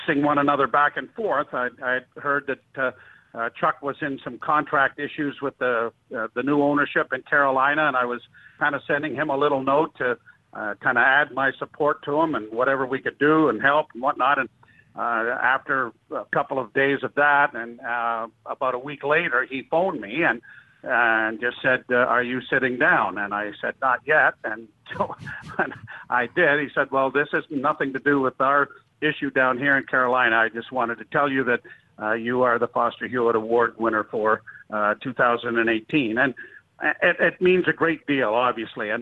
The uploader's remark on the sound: Phone Interview.